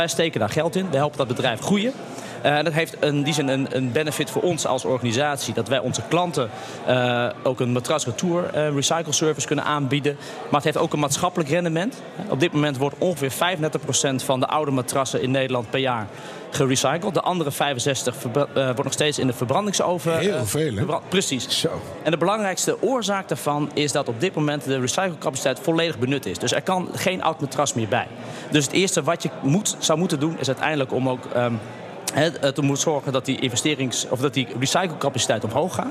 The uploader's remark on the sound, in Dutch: Live vanuit Circl op de Zuid-as.